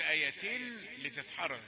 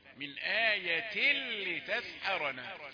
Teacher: لإدغام بغير غنة، ما تبينش النون · Shown in: second take